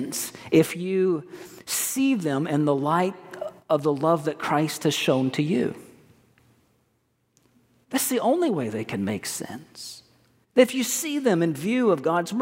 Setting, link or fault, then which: setting, large echoing room